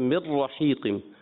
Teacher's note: اور جب نون را میں ملاتے ہیں نا آپ، جیسے مر رحیقم، تو نون را میں ملتے ہوئے نون کی آواز بالکل بھی نہ آئے · Term: ادغام بلا غنہ